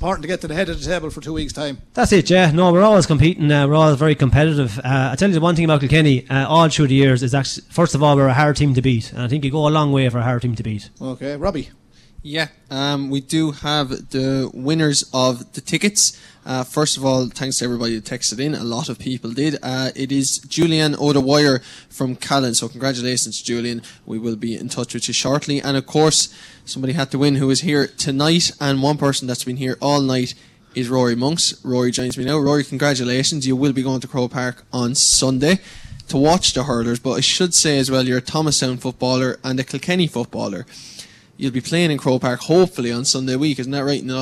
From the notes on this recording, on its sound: Listen back to KCLR and the Scoreline team live from Brogans Bar & Yard in Kilkenny for a very special preview show.